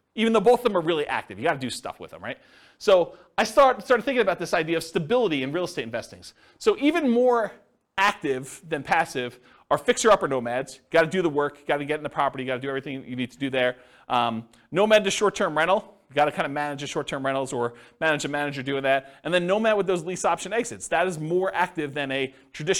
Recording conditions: live audience